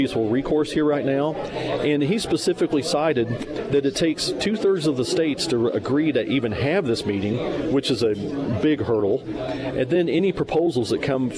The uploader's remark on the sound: live at Scramblers Diner for the Friday Road Show